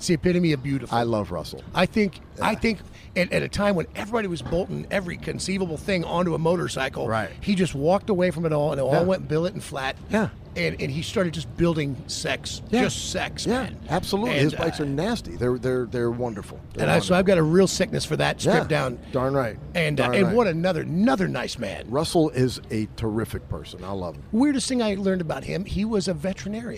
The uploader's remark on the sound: LIVE FROM STURGIS